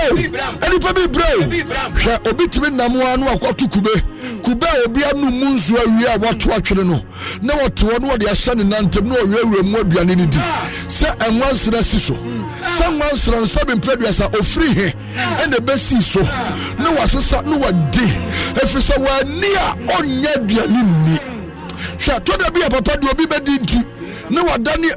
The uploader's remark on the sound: Live worship/prayers